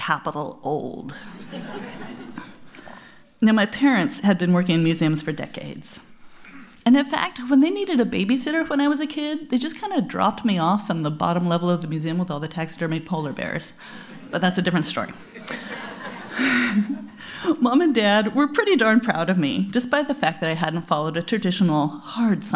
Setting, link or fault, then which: setting, live audience